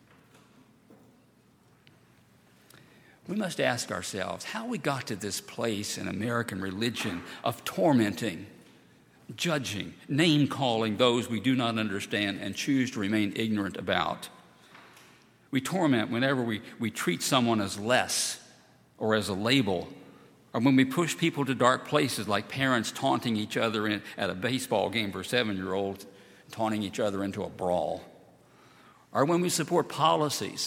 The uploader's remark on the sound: at Highland Baptist Church